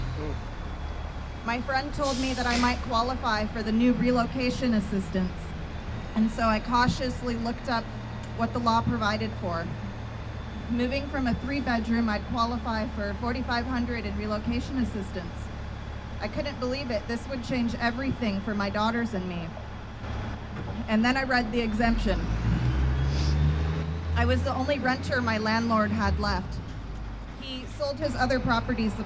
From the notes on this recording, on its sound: This episode is a record of this press conference and is shared in its entirety. PORTLAND,OR.